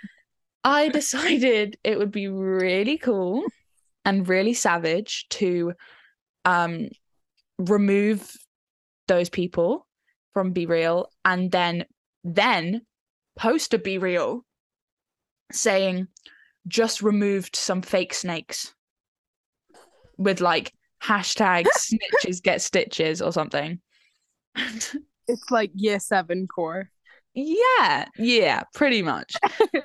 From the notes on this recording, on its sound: our first zoom podcast